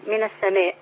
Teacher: اللام لام شمسيه لا تنطق